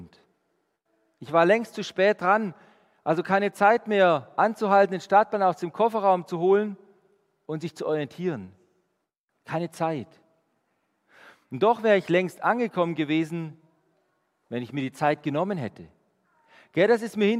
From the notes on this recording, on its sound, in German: Die Predigt aus dem Gottesdienst. Der EvangelischenGesamtkirchengemeinde Marschalkenzimmer-Weiden.